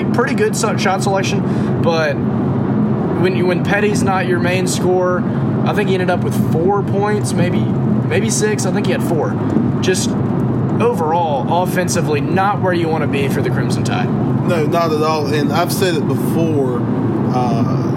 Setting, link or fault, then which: setting, inside a vehicle